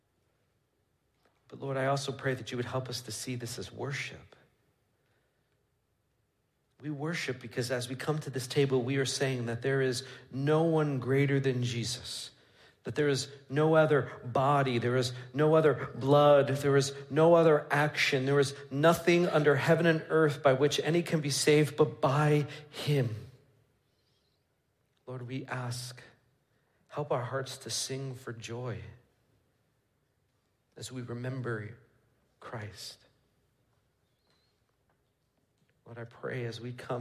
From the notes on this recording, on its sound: Midland Evangelical Free Church Sermon Audio